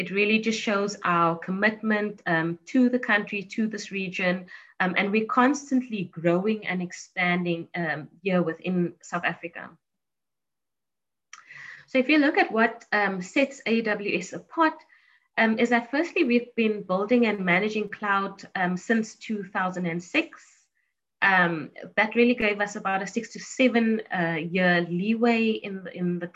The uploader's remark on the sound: This is an audio recording of a TechSoup Connect Southern Africa virtual event hosted on 02 June 2021.